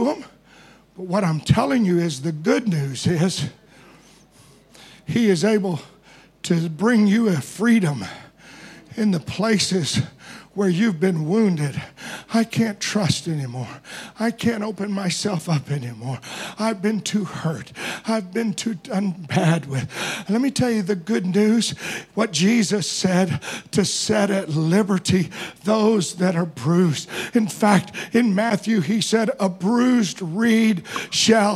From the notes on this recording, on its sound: Preached at DCD Conference 2023, 6 Dec Morning Service